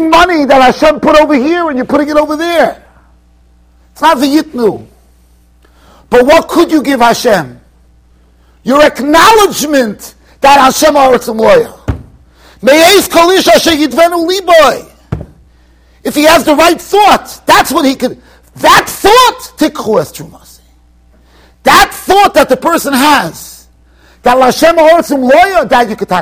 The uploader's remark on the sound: Shiur recorded in Yeshivas Ohr Reuven, Monsey NY.